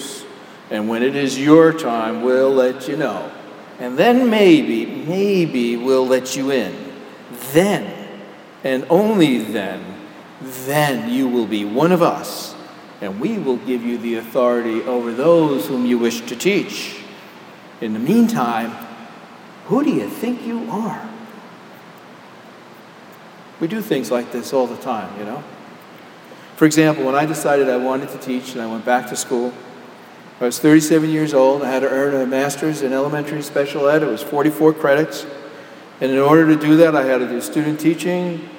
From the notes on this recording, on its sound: Homily delivered at Jan Hus Presbyterian Church and Neighborhood House on July 8, 2012.